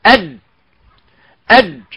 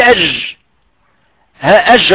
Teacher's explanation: فالجيم هذا الحرف هو شديد ينحبس معه الصوت · Shown in: first take